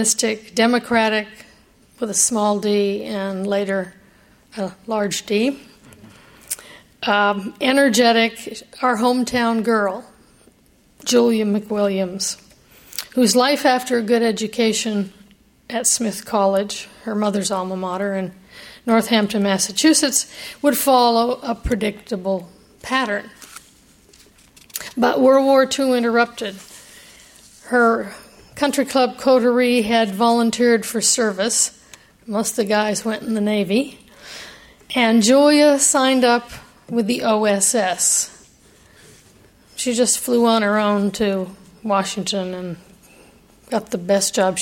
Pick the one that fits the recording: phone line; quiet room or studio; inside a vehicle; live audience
live audience